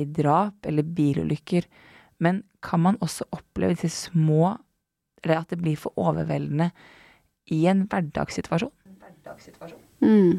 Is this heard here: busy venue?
no